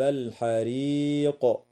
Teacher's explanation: وتنتهي الآية اتفاقا عند كلمة الحريق، والوقف عليها من قبيل الوقف الكافي مع وجوب القلقلة في القاف وقفا